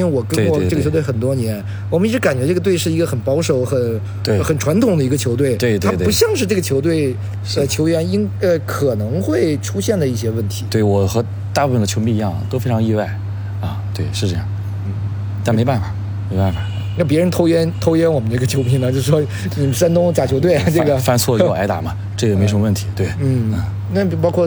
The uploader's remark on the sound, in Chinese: 中超现场：回到久违的鲁能大球场。看了山东泰山和长春亚泰的比赛，也用声音纪录了下了这场中超比赛。